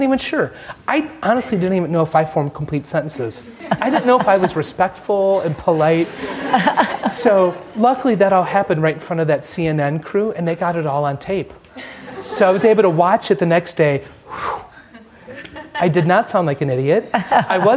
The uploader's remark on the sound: During an IVY Ideas Night in Washington DC